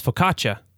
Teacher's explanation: the double C in Italian is a harder CH